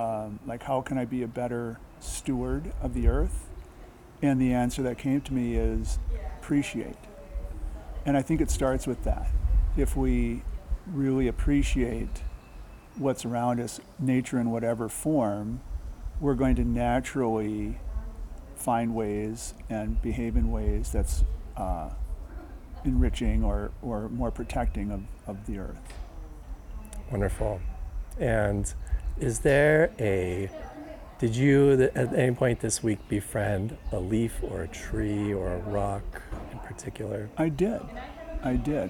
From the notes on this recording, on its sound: In March 2023 during our Forest Bathing Retreat in North Carolina. Made some recordings of our time together - sounds of the forest, some testimonials and poetry by participants.